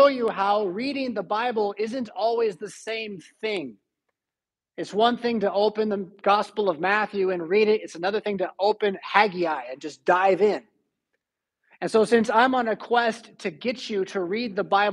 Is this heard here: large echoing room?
yes